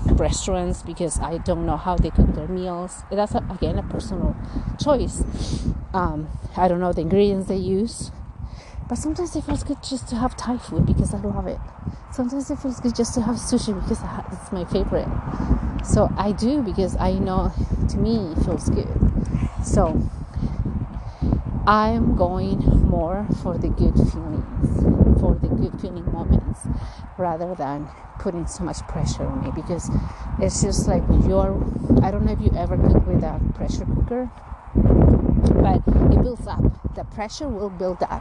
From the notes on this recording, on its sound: I recorded this episode in one of my morning walks. This episode will have some wind and background noise as it got a bit windy in some areas of my hike.